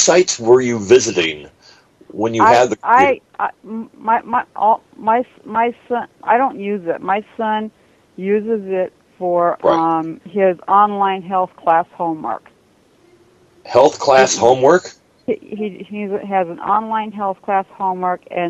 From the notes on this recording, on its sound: Personal Prank Phone Calls Collection